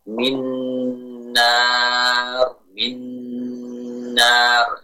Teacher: huruf pertamanya masuk dan melebur ke huruf kedua tanpa menyisakan sedikit pun makhrajnya ataupun sifatnya · Term: idgham kamil